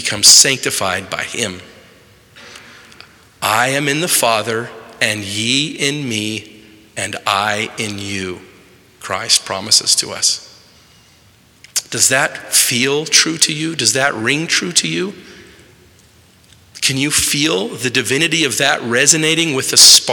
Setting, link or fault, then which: setting, large echoing room